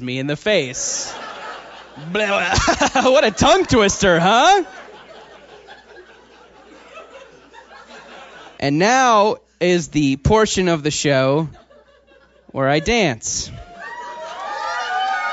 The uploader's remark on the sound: recorded live at MaxFunCon